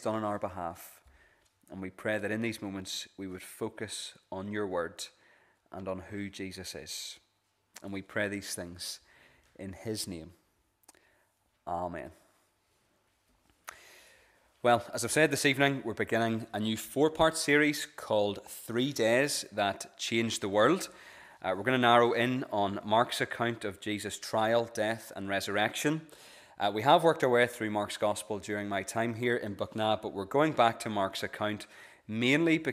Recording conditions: large echoing room